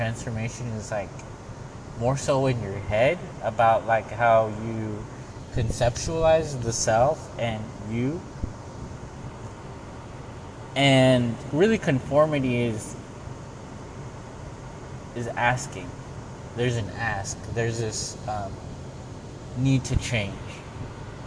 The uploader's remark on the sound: the background noise is laundromat stuff